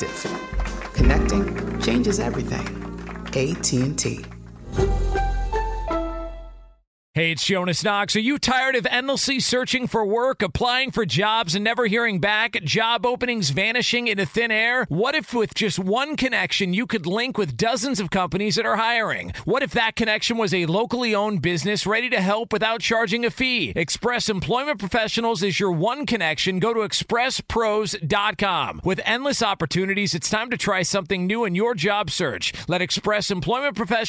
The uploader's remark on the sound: Live from Dallas Cowboys Training Camp in Oxnard, California.